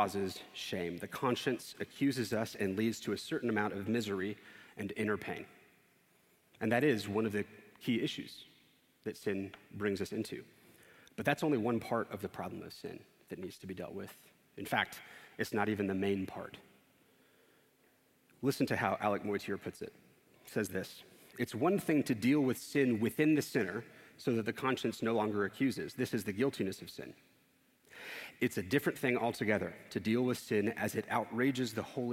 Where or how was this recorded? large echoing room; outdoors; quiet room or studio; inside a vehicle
large echoing room